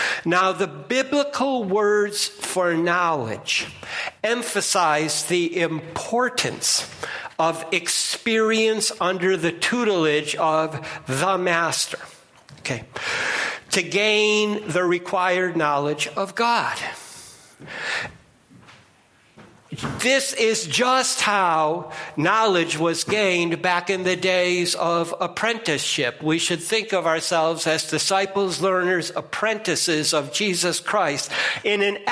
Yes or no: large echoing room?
yes